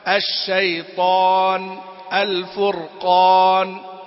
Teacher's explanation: فهي النون على أي حال مرققة في جميع الأحوال، ما تفخم أبدا